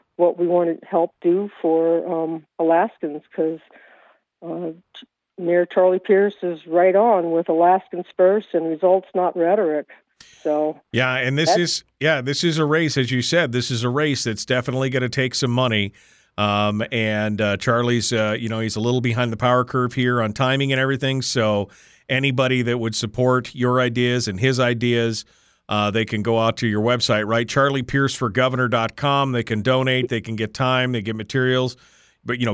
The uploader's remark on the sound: open up the phone lines in hour one